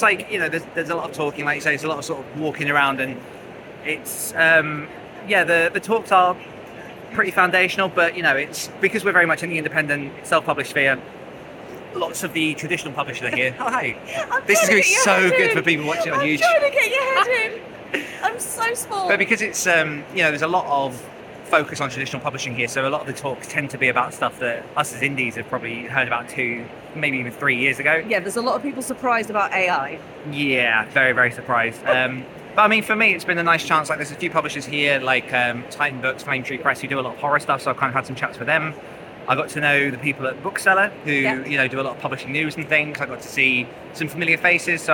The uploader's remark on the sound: AA on Tour: London Book Fair. Tune in LIVE from the London Book Fair.